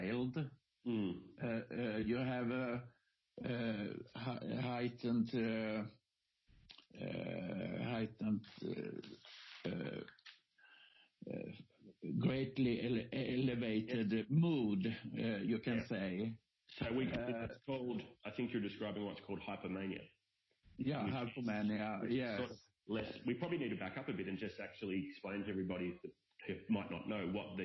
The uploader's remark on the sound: Apologies for the sound quality on this one...it was our first try at doing an interview over the phone.